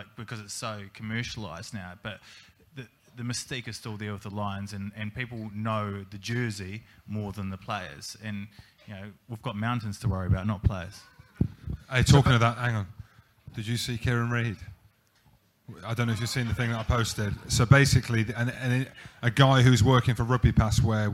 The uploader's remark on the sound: We're coming to you live from Walkabout, Temple, in Central London